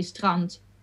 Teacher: the D is like a T, basically